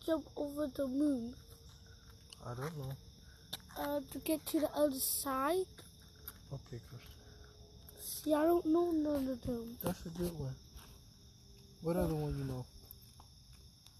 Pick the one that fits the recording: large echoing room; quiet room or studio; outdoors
outdoors